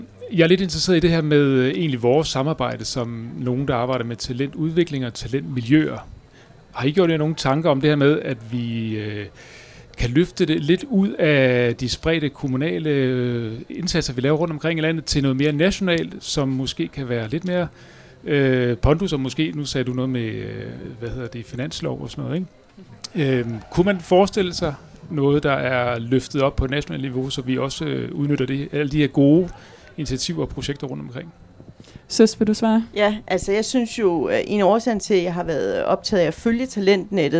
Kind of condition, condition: setting, busy venue